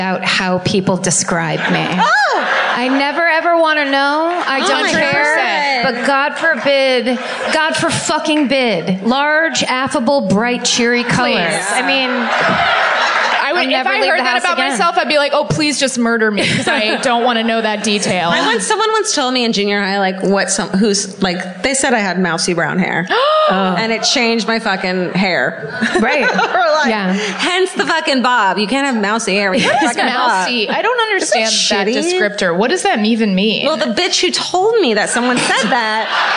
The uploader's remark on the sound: Live at The Bell House. On a live episode of My Favorite Murder in Brooklyn.